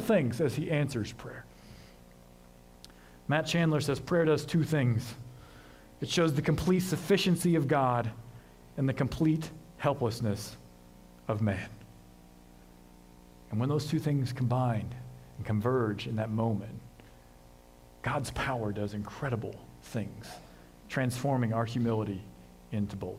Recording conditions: large echoing room